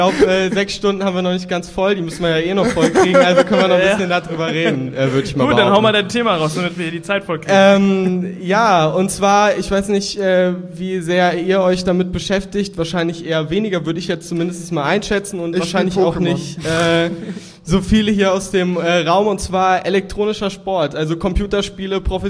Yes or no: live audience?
yes